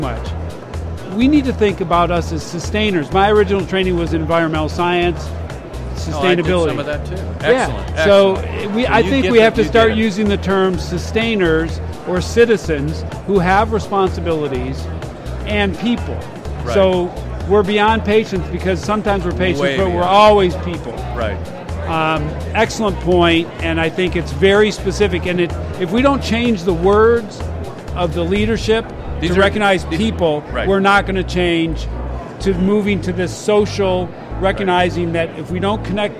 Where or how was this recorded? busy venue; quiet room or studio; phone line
busy venue